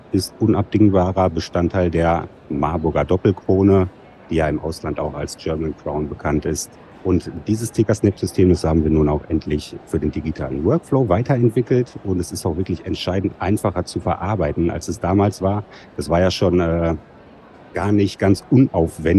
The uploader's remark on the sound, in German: Live auf der IDS 2023 nehmen wir Special Editions von Dental Lab Inside auf.